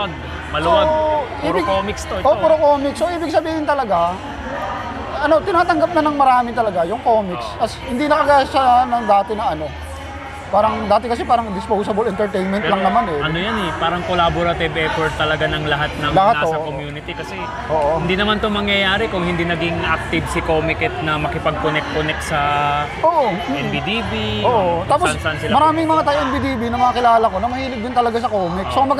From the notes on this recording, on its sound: This exciting episode was recorded at the prestigious Philippine Book Festival 2023 held at The World Trade Center, Pasay City.